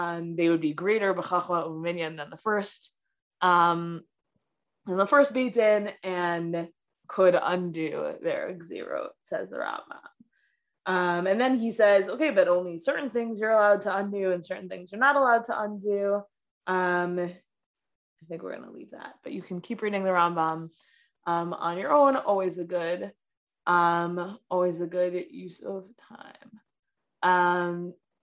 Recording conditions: video call